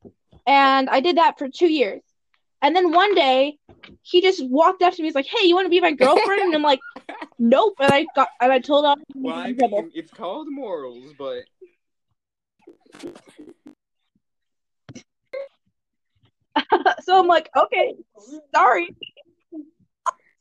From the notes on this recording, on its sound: There was a LOT of editing to do. Anyway I hope you enjoy the episode despite the horrible audio and random cuts.